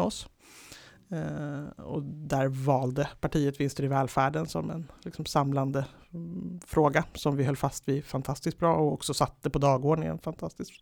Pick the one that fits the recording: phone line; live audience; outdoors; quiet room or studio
quiet room or studio